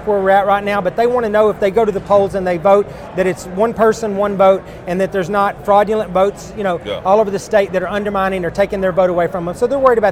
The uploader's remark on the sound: This episode was recorded at CPAC Texas.